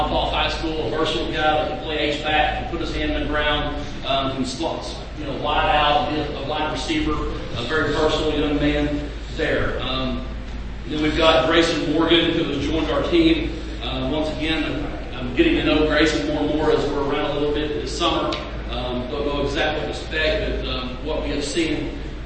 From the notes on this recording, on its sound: I attended the Southwest Junior College Football Conference (SWJCFC) Media Day, where all the conference coaches took a turn at the podium